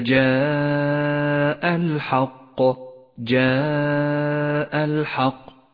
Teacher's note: بعد ذلك المد المتصل في كلمة حتى جاء الحق. جاء الحق، اجتمع في كلمة واحدة حرف المد والهمزة، ولذلك سمي مدا متصلا يمد 5 حركات وجوبا